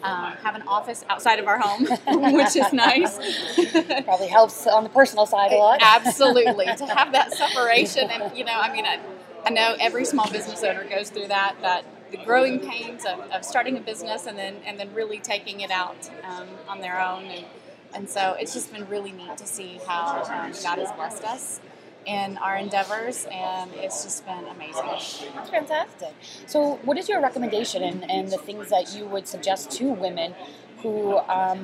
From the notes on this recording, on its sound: we talked live from the InfoComm 2013 show floor